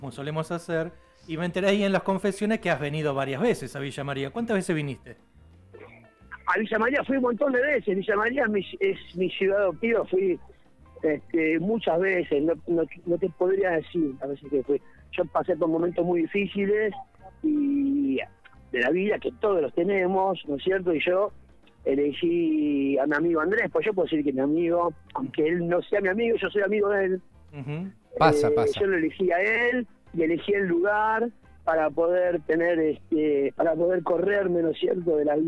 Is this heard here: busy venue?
no